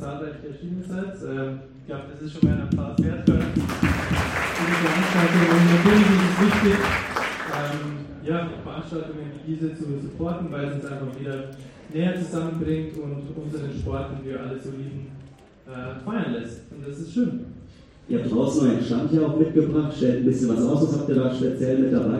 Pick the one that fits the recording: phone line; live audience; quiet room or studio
live audience